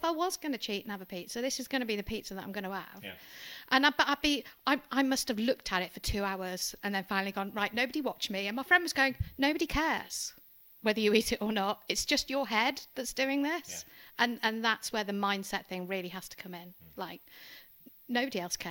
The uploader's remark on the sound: apologies for the unbalanced audio!